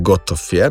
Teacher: ta V na koncu besede dosti krat spremenjen prav v F, ne? F, tako, ker funkcionira kot nezvočnik.